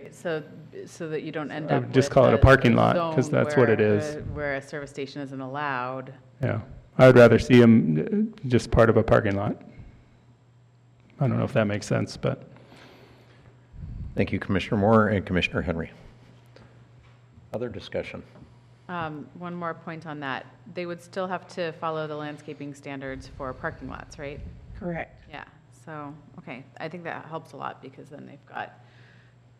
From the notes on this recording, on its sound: Live recording of the Astoria Planning Commission meeting. Slight tech difficulties at the start of the recording meant that the initial and customary roll call of commissioners was not recorded.